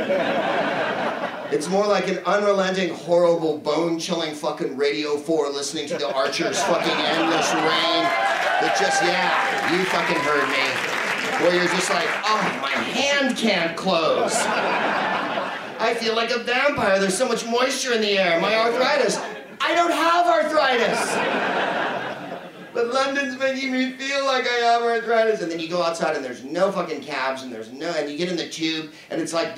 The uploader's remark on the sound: Live from the Soho Theatre in London